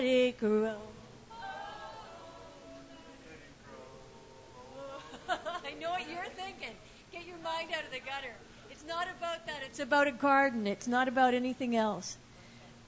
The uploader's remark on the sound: A very engaged and personal audience tonight meant we did a few longer sets.